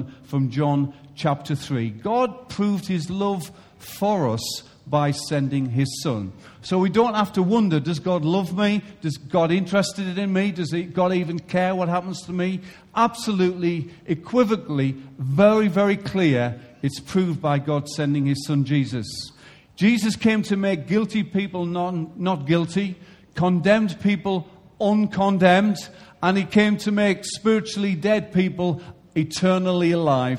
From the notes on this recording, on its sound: Recorded live at Life Church on Sunday 11th September 2016.